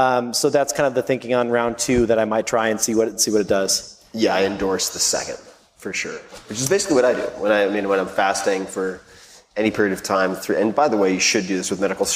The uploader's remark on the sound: My first live podcast in New York City was recorded at the 92nd Street Y to a sold-out crowd of about 900 people. This episode comes from The Random Show segment of the evening.